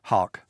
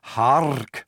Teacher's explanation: the R would have been more rolled in Elizabethan England than we do today · Shown in: second take